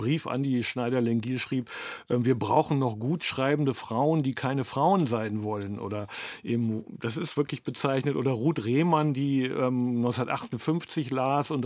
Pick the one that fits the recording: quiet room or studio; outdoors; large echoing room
quiet room or studio